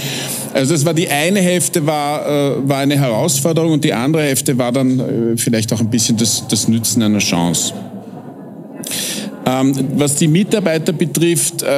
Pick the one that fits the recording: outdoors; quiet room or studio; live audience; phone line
live audience